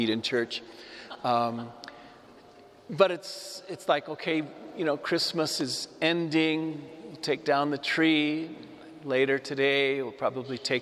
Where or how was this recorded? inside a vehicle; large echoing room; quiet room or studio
large echoing room